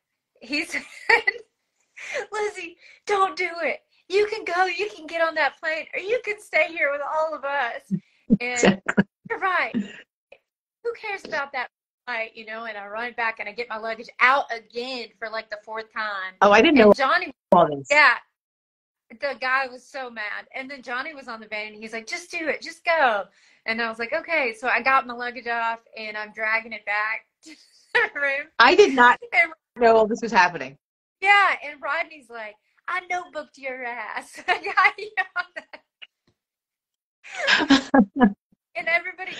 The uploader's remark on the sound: testimonials from Instagram Live